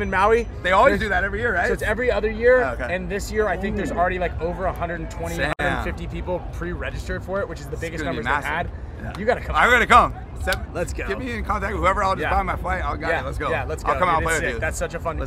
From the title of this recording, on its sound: Live from WORLD CUP